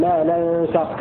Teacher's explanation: ويقرأ الباقون بفتح النون وفتح السين